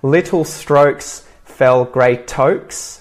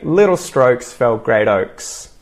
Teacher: I say little strokes fell great oaks. So the T is sort of turned into that T flap, kind of like a DR sound · Shown in: second take